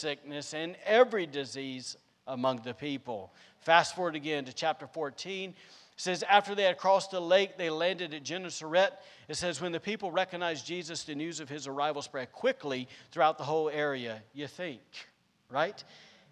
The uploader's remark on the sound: was recorded on Sunday, September 5th, 2021, during service at The Anchor Church in Rockport, Maine.